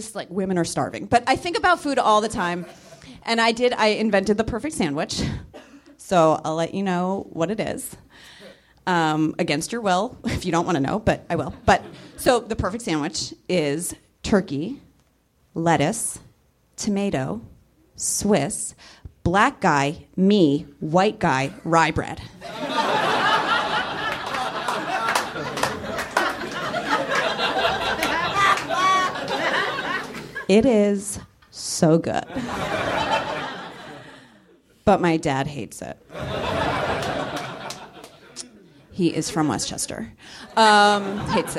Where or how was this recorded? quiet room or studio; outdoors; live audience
live audience